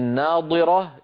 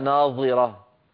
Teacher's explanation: وبينا بالصور الفرق بينه وبين مخرج حرف الظاء، لأن الضاد والظاء متفقتان في كل الصفات، اللهم إلا أن الضاد زادت على الظاء بصفة الاستطالة ومخرجهما مختلف